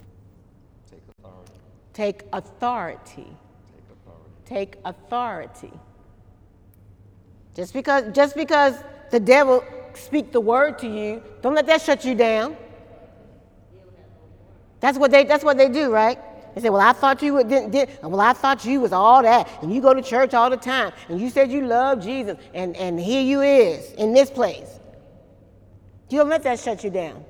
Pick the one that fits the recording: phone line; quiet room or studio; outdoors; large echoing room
large echoing room